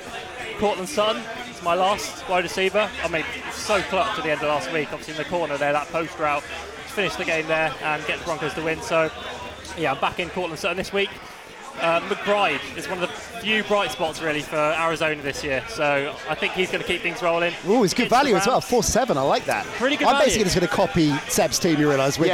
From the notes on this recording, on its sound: Come live from Passyunk Avenue in Waterloo. The beers are flowing.